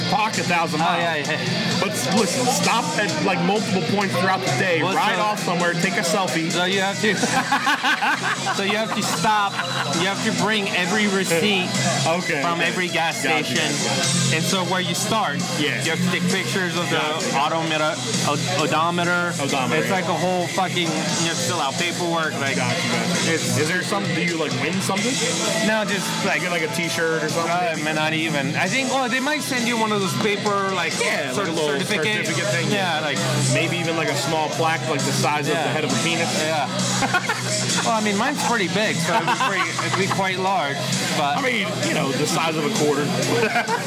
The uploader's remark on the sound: LIVE from Due South Brewing - Copperpoint Brewing - Mathew’s Brewing. LIVE from 3 South Florida Staples...